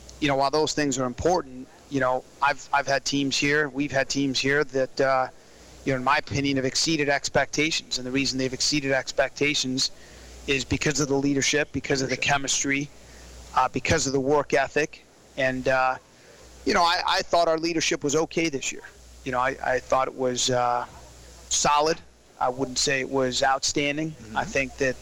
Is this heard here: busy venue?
yes